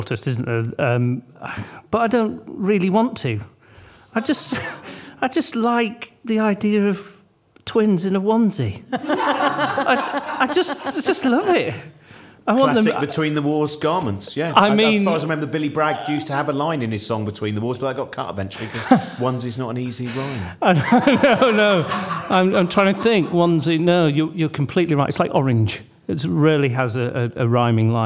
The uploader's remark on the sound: Hosts this lovable game of literary fakery from Brighton's Marlborough Theatre.